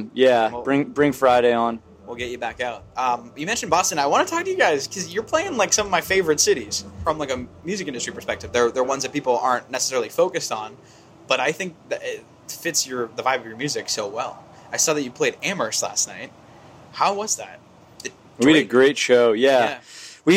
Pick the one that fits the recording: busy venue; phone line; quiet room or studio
busy venue